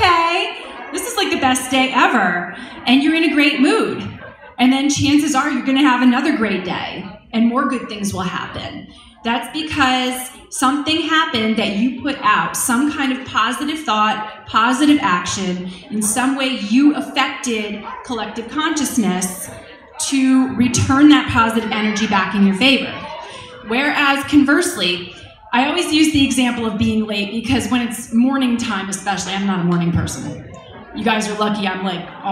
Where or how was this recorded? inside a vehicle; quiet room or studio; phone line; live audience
live audience